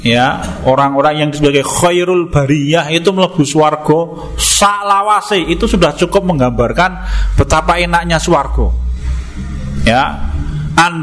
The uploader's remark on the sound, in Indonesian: Di Masjid At Tahkim rutin pada hari Jumat selepas sholat magrib sampai dengan isya. Diselenggarakan oleh FKAM Yogyakarta.